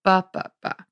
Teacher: It's a dactyl. Strong And then unstressed, unstressed.